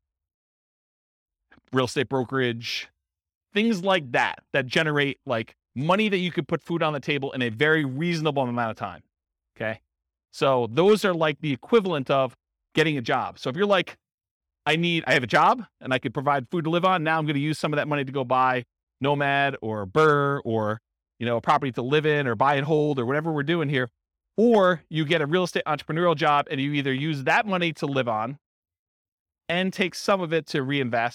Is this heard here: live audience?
yes